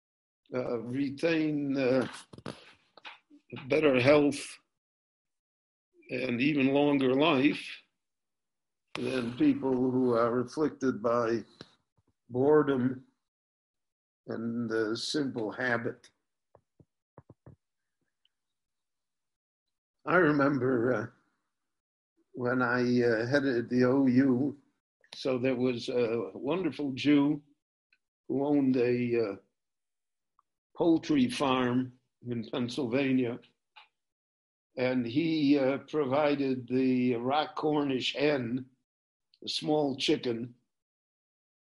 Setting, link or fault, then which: link, video call